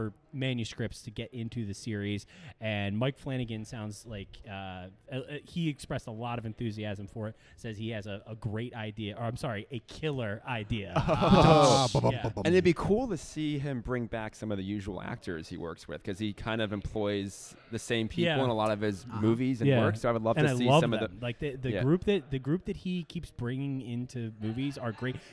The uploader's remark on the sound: LIVE FROM DEW POINT BREWING COMPANY IN YORKLYN, DE.